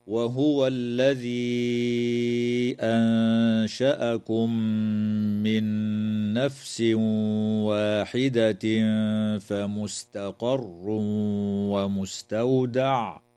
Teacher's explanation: تمد الياء في قوله تعالى: الذي أنشأكم من قبيل المد المنفصل بمقدار 4 أو 5 حركات، وتخفى النون الساكنة مع الغنة مرققة عند الشين في كلمة أنشأكم